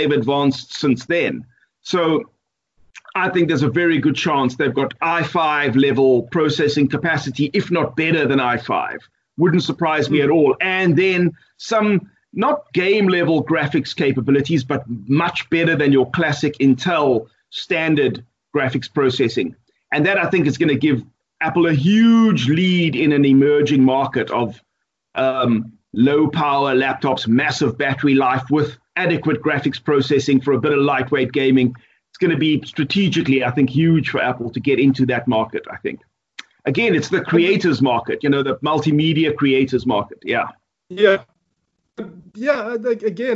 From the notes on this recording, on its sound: Recorded via Skype